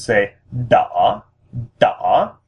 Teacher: So what we're doing is we're lowering our voice and then raising our voice like as if we're asking a question · Term: yo hoi symbol